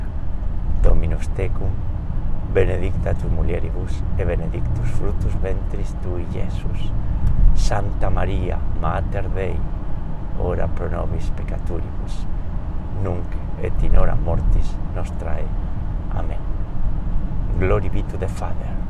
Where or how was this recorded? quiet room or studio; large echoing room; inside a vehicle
inside a vehicle